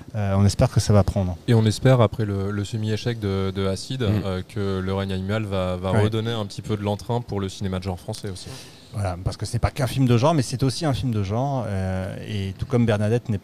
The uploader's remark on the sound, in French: Enregistré dans le hall du cinéma Les 7 Batignolles.